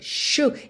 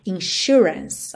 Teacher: Seguro de vida, life insurance, e eu vou falar de propósito aqui, plano de saúde, health insurance, e atenção à pronúncia, shu, esse S aí vai ter um som de X, certo, ou de SH